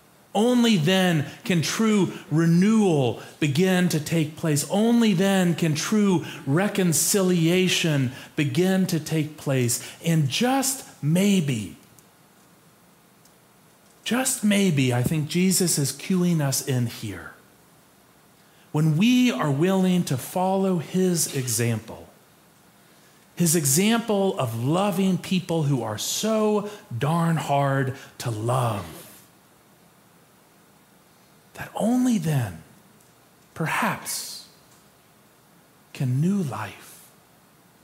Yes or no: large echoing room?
yes